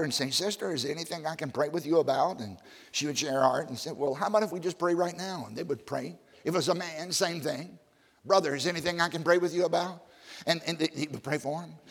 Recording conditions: live audience